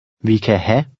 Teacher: In everyday speech, the final V and E in the last word are silent when the word means have.